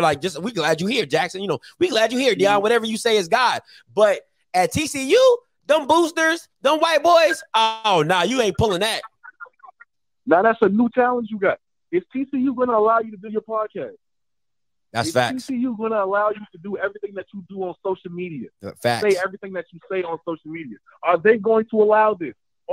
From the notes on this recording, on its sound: CALLERS CALL.